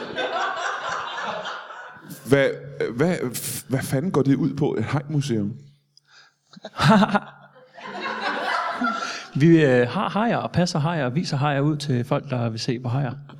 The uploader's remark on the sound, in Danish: LIVE fra Teater Grob